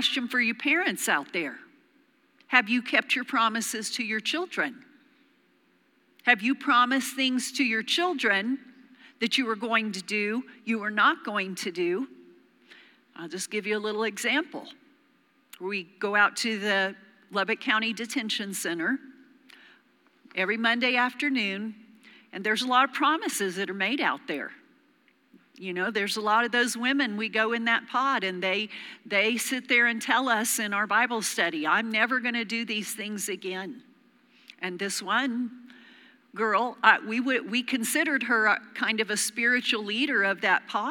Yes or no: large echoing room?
yes